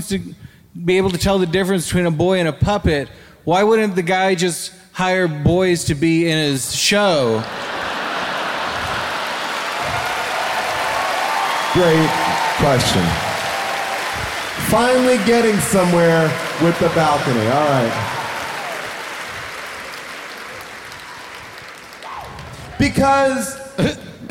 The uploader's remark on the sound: Live from The Chicago Theater